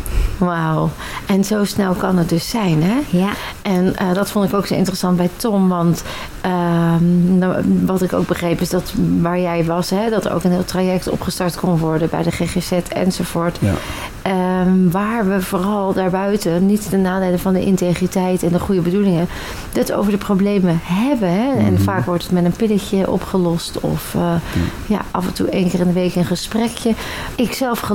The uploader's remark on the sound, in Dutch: live vanuit de locatie van de BMR®-Lifemasterweek